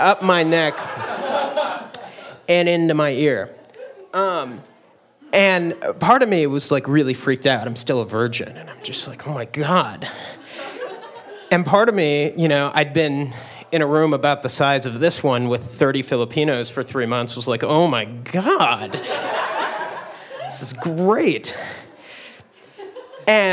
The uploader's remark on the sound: You never know what you'll get when the audience steps up to the mic.